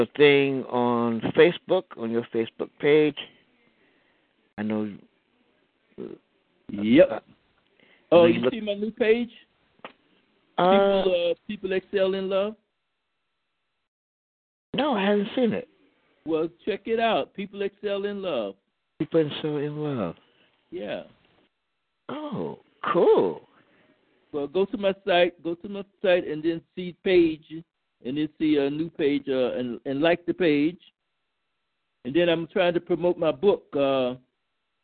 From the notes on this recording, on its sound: your phone calls